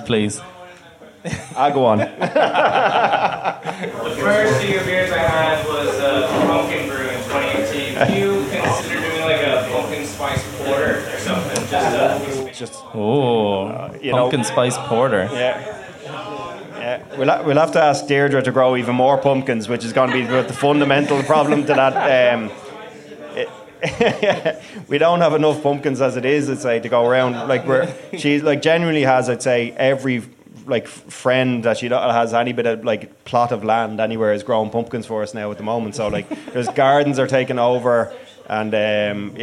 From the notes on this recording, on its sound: Live at The Circular. We hosted this live event in The Circular in Dublin 8 on November 30th.